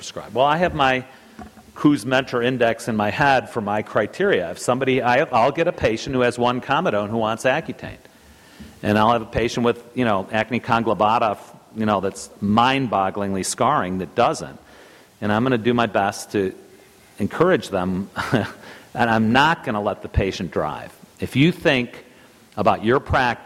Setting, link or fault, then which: setting, live audience